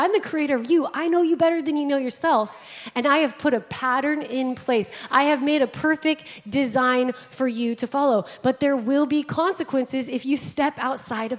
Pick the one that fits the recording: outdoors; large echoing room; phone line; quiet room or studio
large echoing room